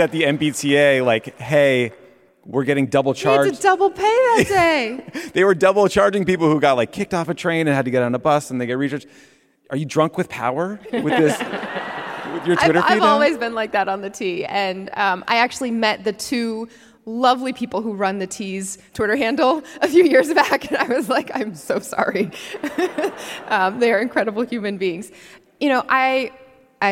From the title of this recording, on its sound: Live from Boston